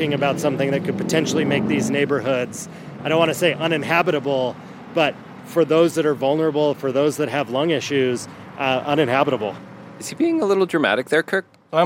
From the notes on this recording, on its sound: audio field trip to the endangered Great Salt Lake